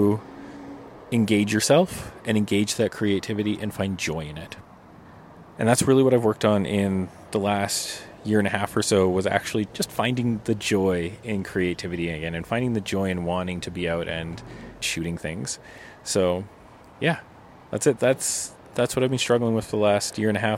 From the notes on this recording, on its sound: We take this podcast out of the studio and into the great outdoors. Recorded beside the stunning Bow River in Banff National Park.